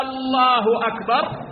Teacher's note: مثال ذلك لو أن المؤذن عندما أذن قال الله أكبر مد همزة لفظ الجلالة الله أكبر، هذا لحن يغير المعنى لأنه يقلب المعنى من خبر إلى استفهام. المؤذن يقول الله أكبر مثبت، لكن إذا قال الله أكبر كأنه يستفهم ويقول هل الله أكبر، وهذا يغير المعنى، يغير المعنى.